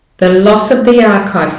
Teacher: the of and the, second the, are said not stressed. So it's not the loss of the archives.